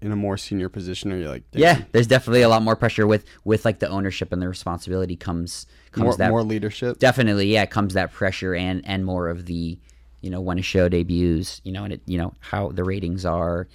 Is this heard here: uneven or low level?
no